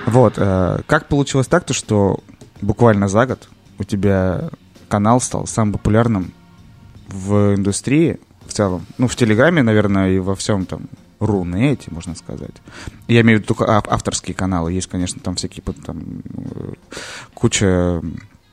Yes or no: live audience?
no